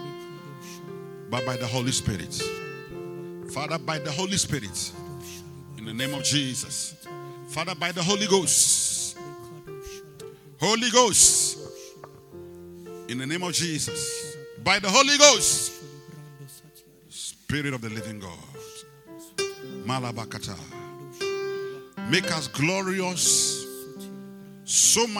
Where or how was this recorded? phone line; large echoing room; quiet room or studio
large echoing room